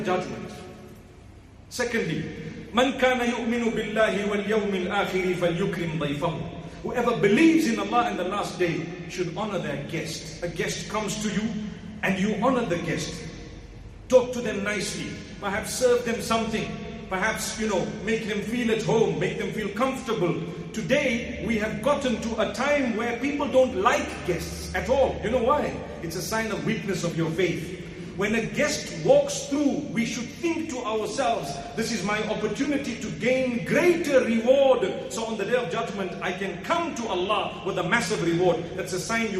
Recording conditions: large echoing room